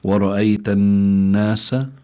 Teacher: النون هون نون مشددة، النون المشددة تغن دائما · Term: الغنة